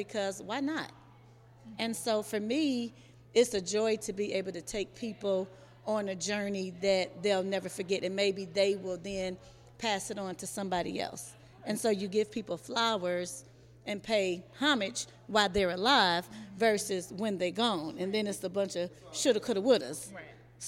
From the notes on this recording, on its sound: Recorded live at the fund raiser kickoff. We speak with some members of the Blackiceeproject.